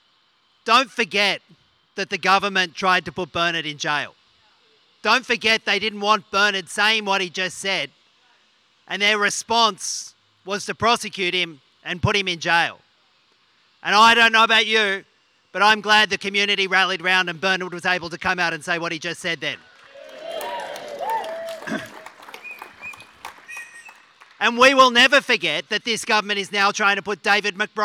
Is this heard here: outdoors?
yes